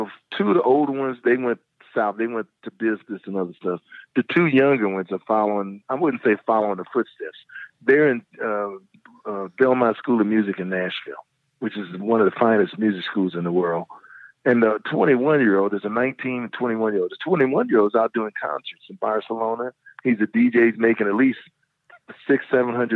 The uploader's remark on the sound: We chatted on the phone today